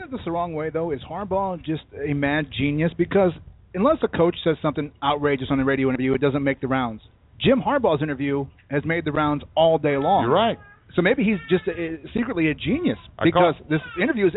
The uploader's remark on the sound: The BS Sports Show Live from Pyromaniac Fireworks